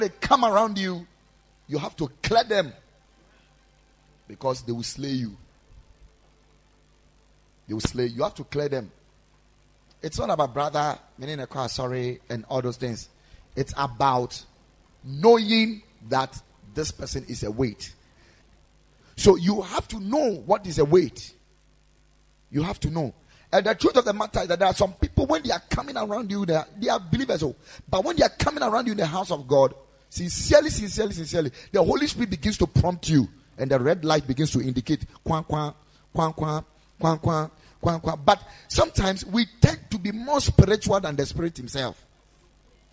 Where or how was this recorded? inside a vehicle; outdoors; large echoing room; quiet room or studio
large echoing room